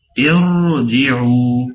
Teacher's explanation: ارجعوا، واحنا نعرف ان الراء الساكنه اذا جاء قبلها مكسور فيكون حالها هو الترقيق، ولكن هنا نخالف القاعده وتكون مفخمه